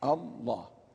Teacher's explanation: الله، لفظ الجلالة يمد مدا طبيعيا، الله، لا يجوز أن أنا أقول الله، لا لا، إن جاز ذلك في الأذان مثلا لا يجوز في قراءة القرآن، فالله مد طبيعي، واللام فيه لام شمسية، والواضح منها هو اللام المشددة الله، وأصلها الإله، فأدغمت اللام في اللام وصارت الله، وتفخم تعظيما وإجلالا بقدسية الاسم الجليل الله لا إله إلا هو.